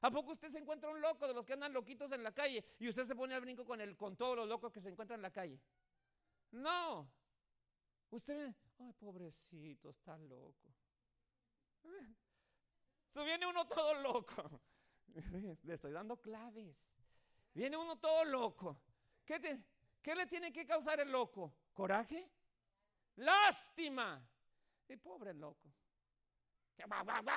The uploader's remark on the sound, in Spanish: Este mensaje fue grabado en vivo en la Iglesia Monte Sinai Upland.